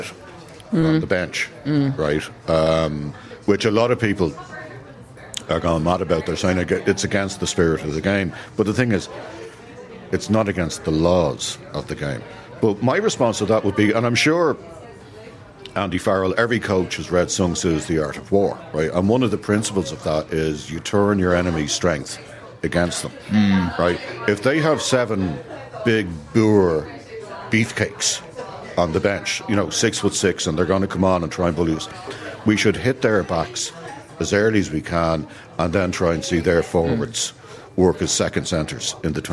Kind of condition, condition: setting, busy venue